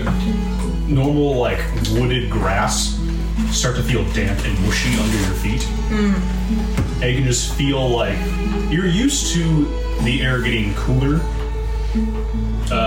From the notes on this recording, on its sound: The audio quality of this episode was a bit compromised.